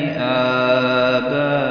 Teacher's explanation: باء بهذه الطريقة لا تقول لي آباء الصوت هكذا غير صحيح الألف ليست بهذا المقدار من الفتح الزائد وإنما الفتح متوسط